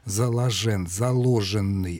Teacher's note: Этот «заложенный» так и остался с гласным «э». А вот под ударением, конечно, «заложен».